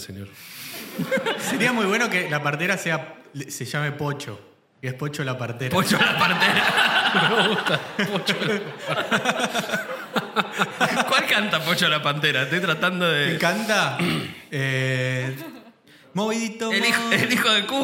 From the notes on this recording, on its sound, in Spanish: Estamos EN VIVO en el TEATRO CHACAREREAN